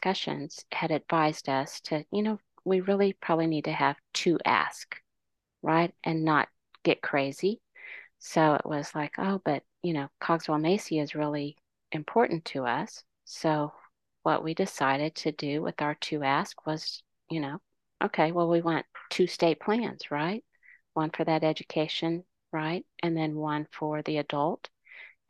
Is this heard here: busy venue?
no